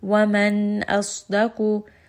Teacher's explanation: Idhar from the word dhahara, meaning to make clear. The noon sound is going to be very clear. I am not going to merge it. I'm not going to bring it up into the nose unnecessarily. Just say a very clear noon sound.